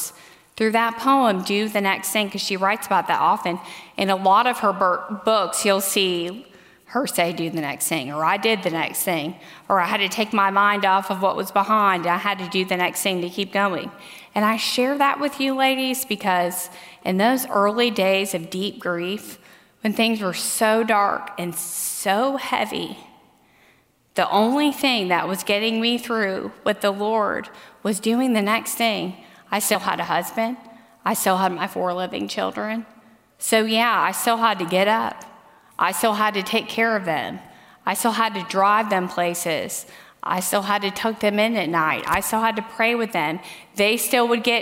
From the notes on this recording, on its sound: the closing message at the Biblical Mothering conference